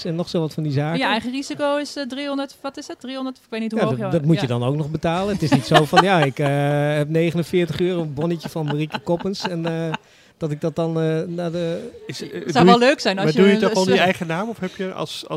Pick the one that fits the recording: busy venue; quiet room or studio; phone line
busy venue